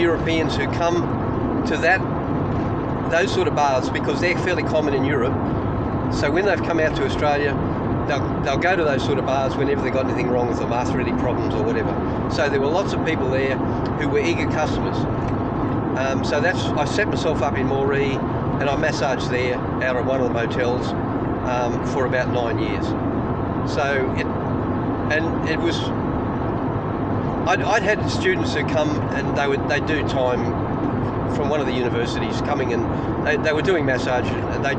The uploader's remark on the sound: as they drive from Brisbane to Winton as part of the Dinoskeptic Roadtrip